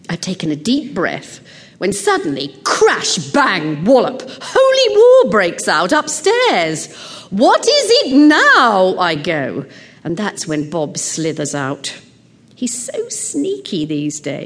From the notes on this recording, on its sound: Recorded before a live audience at the Skirball Cultural Center, Los Angeles. The use of amplifier feedback to punctuate her speeches doesn't help.